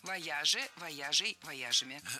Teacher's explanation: Ударение всегда сохраняем на «я» во втором слоге.